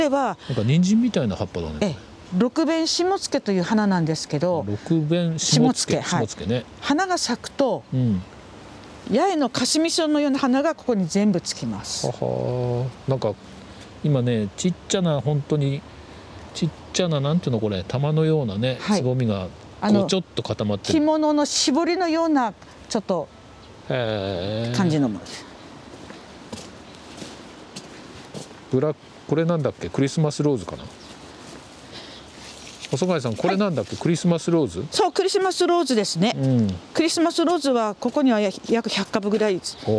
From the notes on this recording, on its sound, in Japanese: ハウスや畑を歩きながら、話を聞いています。札幌の地温はまだ寒く。